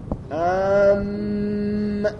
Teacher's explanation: صدا میره وارد خیشون میشه